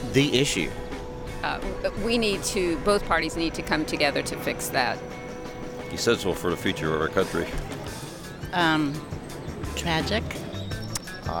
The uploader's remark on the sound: With political stars and gawkers mingling in the streets of downtown Austin for the Texas Tribune Festival.